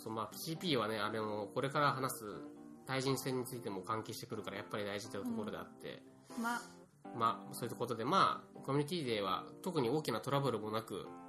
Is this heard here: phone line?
no